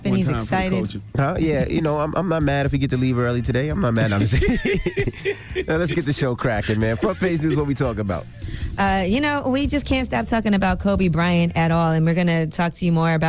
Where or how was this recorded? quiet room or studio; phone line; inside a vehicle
phone line